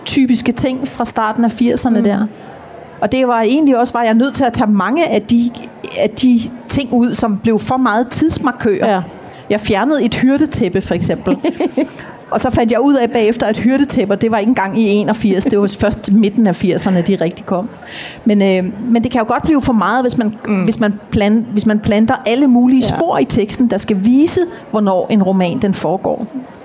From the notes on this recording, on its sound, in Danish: Dette afsnit er optaget live fra Bogklubbens scenen på Bogforum 2018.